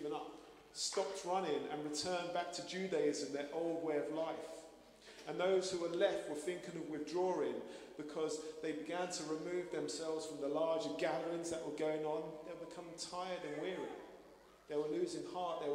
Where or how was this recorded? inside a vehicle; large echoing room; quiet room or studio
large echoing room